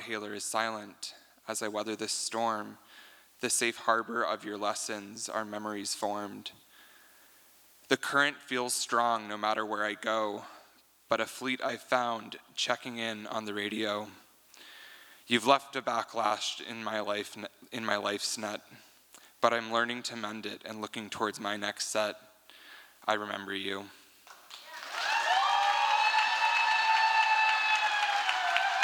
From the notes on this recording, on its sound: From the 2023 FisherPoets Gathering, Umpteenth On-Site Poetry Contest. This recording was made on Saturday, February 25th, 2023, at the Liberty Theatre in Astoria, OR as part of the FisherPoetry Archive Project.